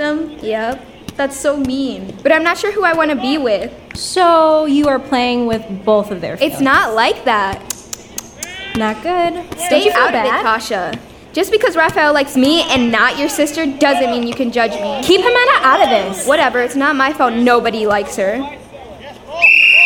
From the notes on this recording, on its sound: "Purple" was recorded live at the Phipps Center for the Arts in Hudson, Wisconsin. The performance included the audience participating as the crowd at a soccer game and middle school students creating the sound effects.